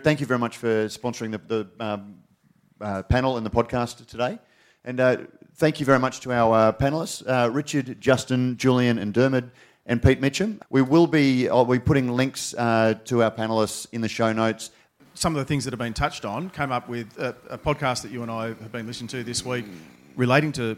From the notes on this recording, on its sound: During the recent Good Beer Week in Melbourne, the Cryer Malt trade hub at BeerDeluxe was once again a focus for the brewing industry with a number of important trade discussions taking place. Brews News was able to be there to record some of these panels. This panel, hosted by Brews News.